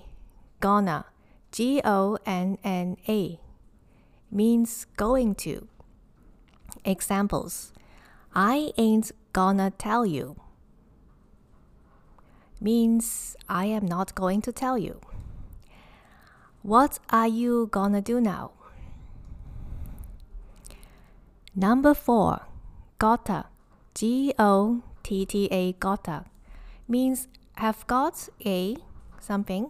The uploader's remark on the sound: I am not sure if you can hear the howling sound of the wind. It is really windy today. I live on the top floor and I feel that the wind is going to blow the roof off this building.